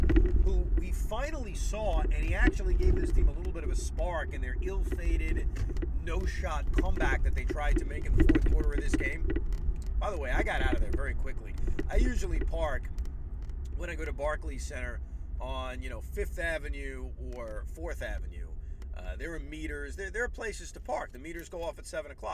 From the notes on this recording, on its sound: While driving home from Barclays Center.